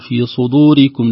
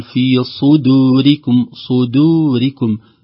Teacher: تنزل اللسان مباشرة من استعلائه في الصاد إلى مخرجه في طرف اللسان عند مخرج الدال · Shown in: second take